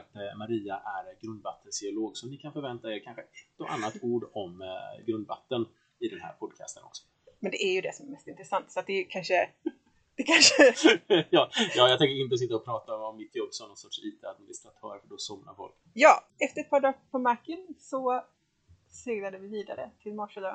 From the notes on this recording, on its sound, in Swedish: Om ni trodde ljudkvaliten inte kunde bli sämre så hade ni fel, vi ber om ursäkt för det.